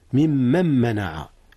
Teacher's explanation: نعم، من من أصله من من، ثم ممن منع، إدغام النون في ميم منع